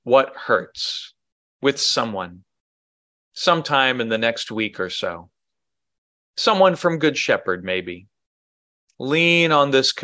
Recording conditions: large echoing room